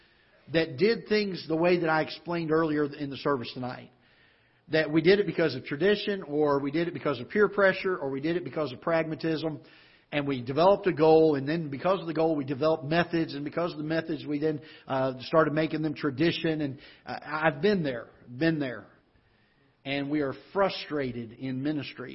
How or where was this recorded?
large echoing room